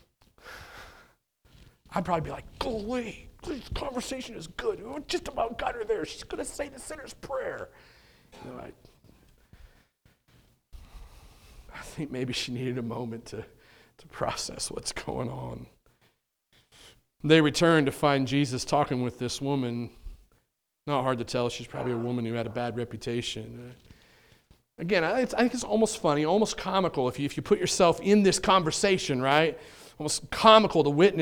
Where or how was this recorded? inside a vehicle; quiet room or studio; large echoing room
large echoing room